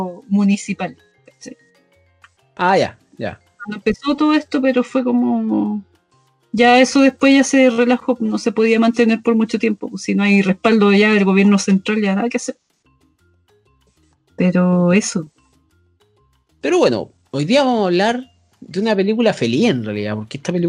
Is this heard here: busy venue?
no